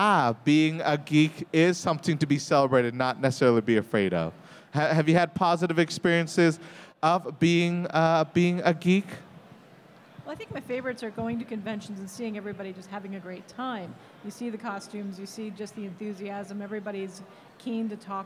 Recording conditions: live audience